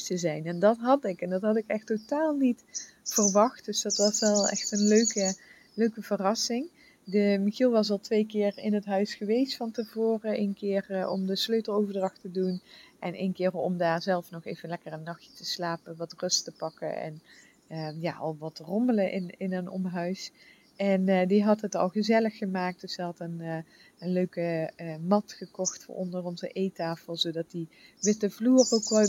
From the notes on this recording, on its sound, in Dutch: Na 3 maanden zijn we weer terug in ons eigen huis op Bali! Vogelgeluiden én weer vanuit de hangmat!